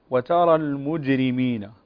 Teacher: هنا الجيم من حروف القلقلة، وكما سبقا ذكرنا أن حروف القلقلة مجموعة في قولك قطب جد، فننتبه هنا إلى قلقلة الجيم، قلقلة صغرى طبعا